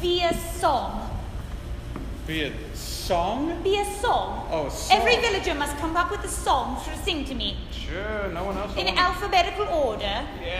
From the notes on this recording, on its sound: LIVE uncensored episode recorded at The Establishment in Rock Island, IL! In front of a truly enthusiastic and fun crowd.